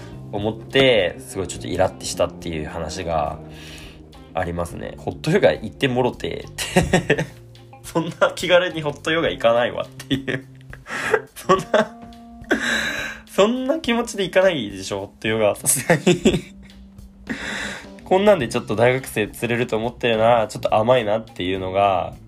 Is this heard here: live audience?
no